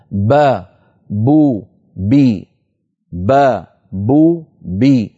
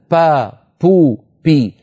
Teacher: الباء التي ينطقها العرب باء مجهورة وليست مهموسة · Shown in: first take